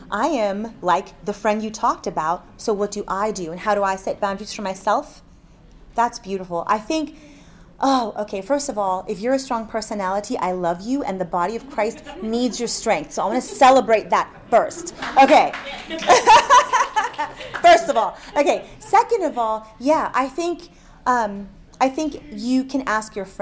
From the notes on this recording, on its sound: From the Faithwalkers Conference 2023 seminar